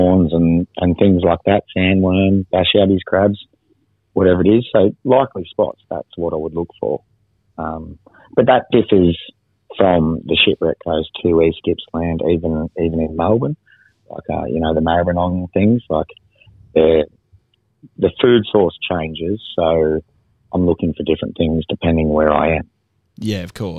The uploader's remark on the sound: On the phone to chat all things victorian bream fishing.